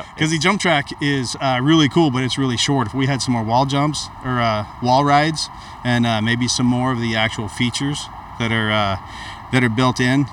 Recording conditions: outdoors